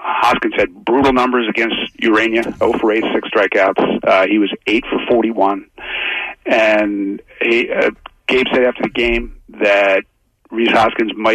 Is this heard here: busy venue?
no